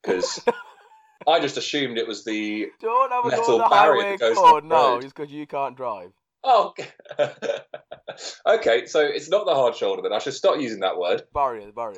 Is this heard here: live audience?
no